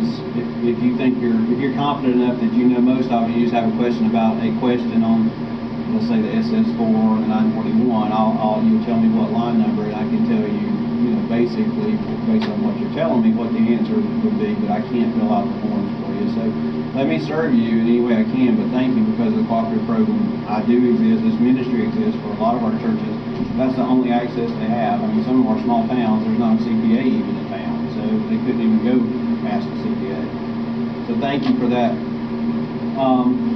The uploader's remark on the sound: Jonesboro Breakout Session 3. Some audio quality issues.